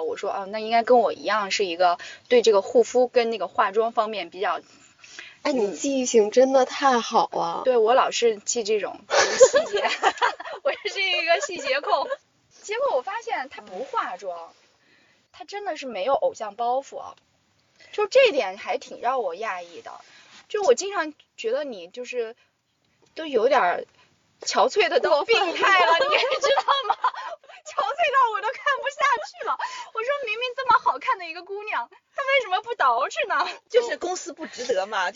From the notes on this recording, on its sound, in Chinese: 具体场景是：地下车库，车里。录音笔在中间。的羽绒服一直在沙沙作响。